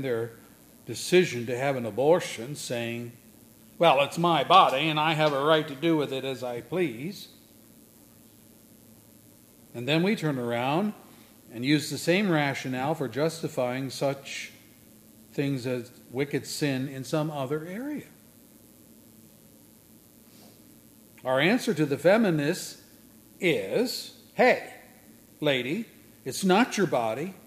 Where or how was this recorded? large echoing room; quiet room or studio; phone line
large echoing room